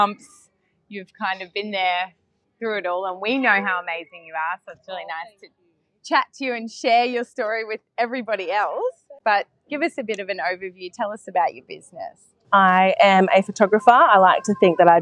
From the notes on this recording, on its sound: This episode was recorded at Woodstack cafe in Coolum. This episode was recorded at Woodstack cafe in Coolum.